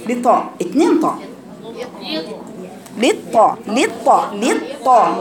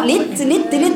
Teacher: لام مكسورة وبعدين تدخلي على طاء ساكنة مستعلاة مطبقة ثم تدخلي على طاء مفتوحة · Shown in: first take